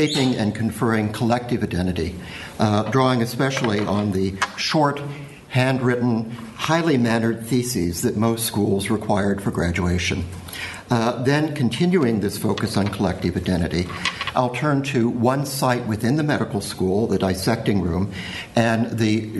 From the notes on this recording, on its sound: Keynote paper given at the symposium